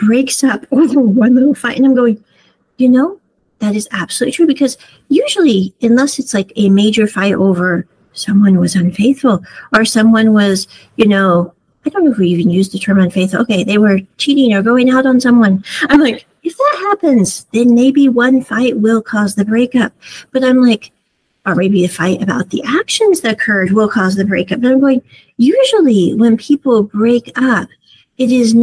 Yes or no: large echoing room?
no